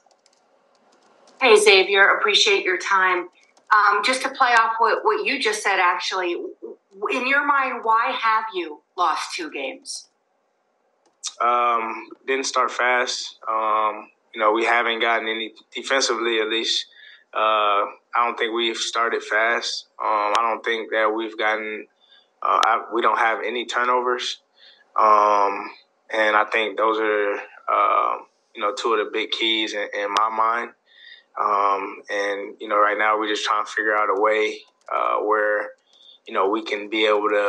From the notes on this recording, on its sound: Speaking to media via Zoom on Monday morning.